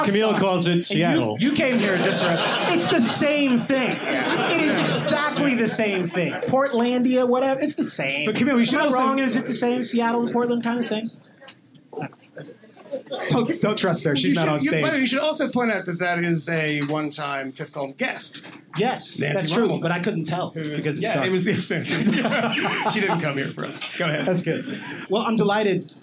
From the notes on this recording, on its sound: Live at the Comedy Cellar in NYC. Our first live recording; taped at the legendary Comedy Cellar in New York City.